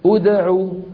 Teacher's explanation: العين مضمومة فضمت الهمزة من أجلها